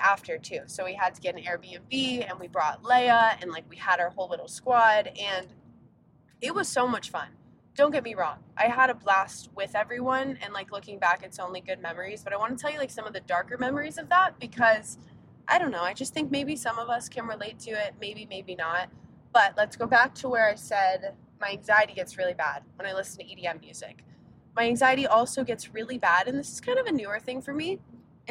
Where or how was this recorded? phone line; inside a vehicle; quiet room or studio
inside a vehicle